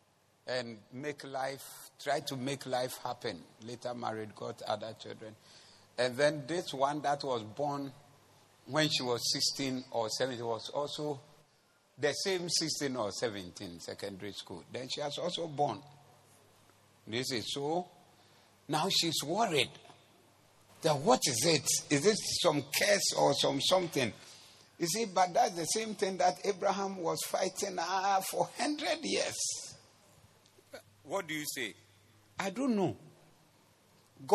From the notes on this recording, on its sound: Preached at the Zeloo Service